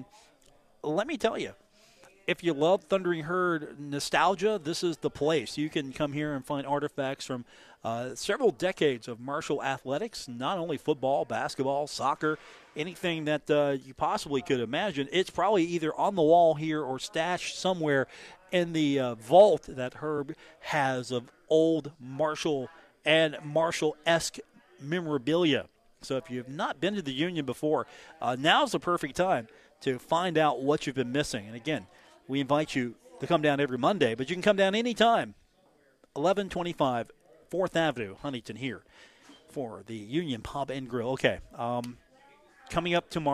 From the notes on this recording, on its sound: on location at The Union Pub and Grill